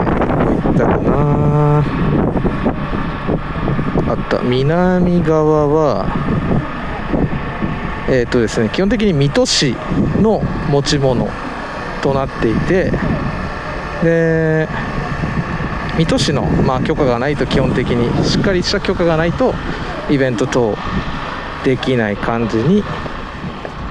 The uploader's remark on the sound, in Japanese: 基本はペデストリアンデッキを歩きながらのレポート音源を配信。今回訪れたのは…茨城県 水戸駅ペデストリアンデッキ!!